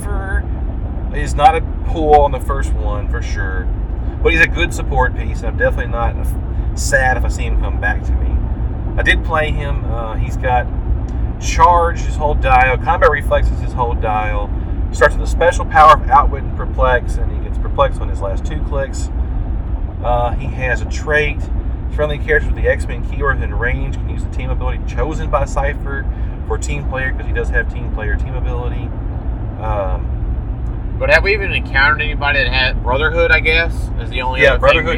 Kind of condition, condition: setting, inside a vehicle